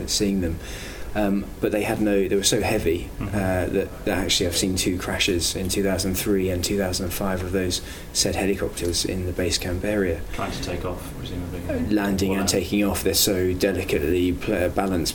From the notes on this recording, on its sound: Recorded at the 2014 British Cardiovascular Society meeting in Manchester